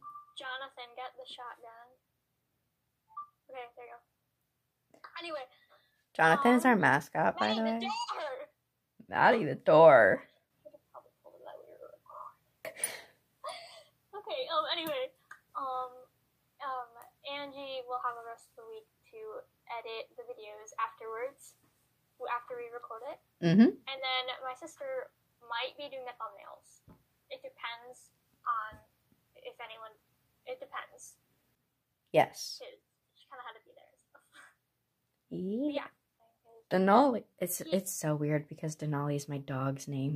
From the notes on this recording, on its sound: Sorry about the audio, it kinda sucks- this was a trial run!